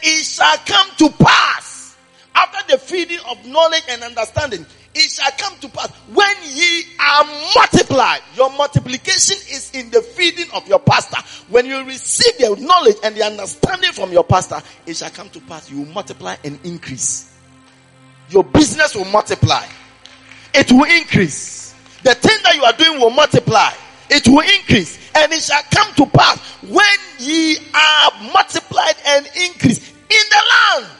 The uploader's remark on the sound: Preached during the Morning Glory Service at the Everlasting Father Cathedral